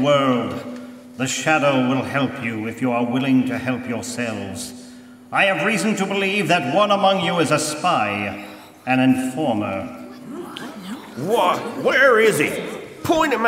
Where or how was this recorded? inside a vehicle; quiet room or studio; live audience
live audience